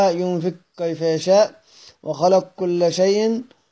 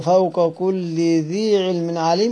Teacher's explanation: أما القاف فتضغم في الكاف تتحرك ما قبلها · Shown in: first take · في 11 موضعا نحو ينفق كيف يشاء وخلق كل شيء، فإن سكن ما قبلها نحو فوق كل ذي علم عليم امتنع الإدغام، إدغام القاف في الكاف بشرط ألا يكون قبلها ما ساكن.